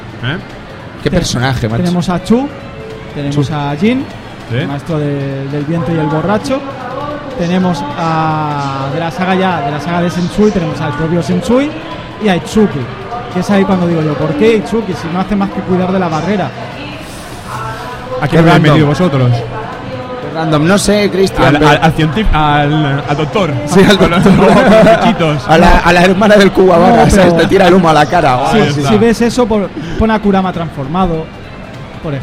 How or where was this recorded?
busy venue